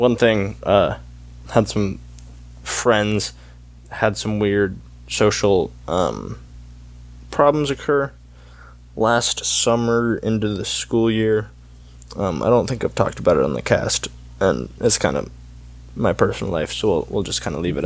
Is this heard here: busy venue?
no